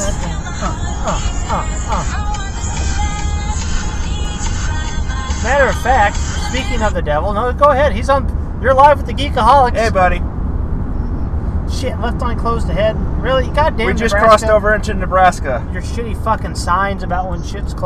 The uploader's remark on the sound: Geekaholics Road Trip Edition #2: Lincoln Brewery Reviews. We run the mic while driving and review our experiences and beers at some Lincoln, NE breweries. Nebraska shit roads are shit so there wasn't much I could do to fix the audio recorded there.